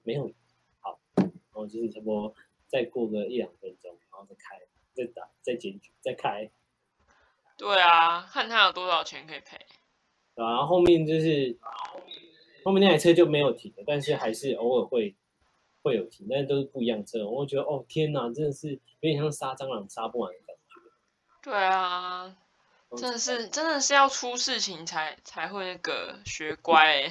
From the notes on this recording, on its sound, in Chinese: 視訊錄音真實的雜音呈現給你～